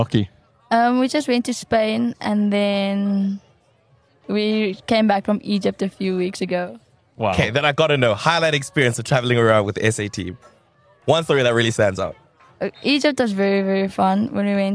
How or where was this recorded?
busy venue